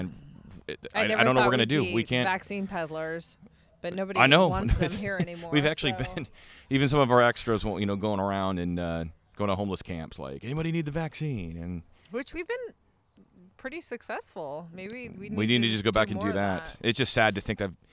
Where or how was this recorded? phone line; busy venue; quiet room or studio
busy venue